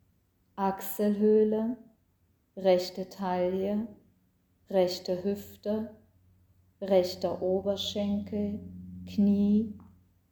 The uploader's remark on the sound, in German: Mitschnitt aus einer Yogastunde mit Hintergrundgeräuschen.